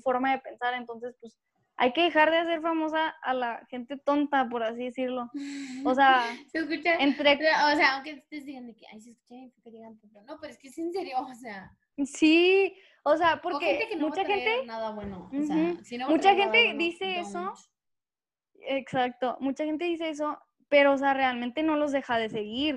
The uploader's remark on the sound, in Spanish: tuvimos algunas dificultades para grabar